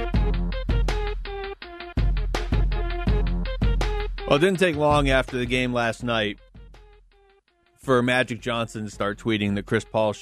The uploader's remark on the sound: takes phone calls from Suns' fans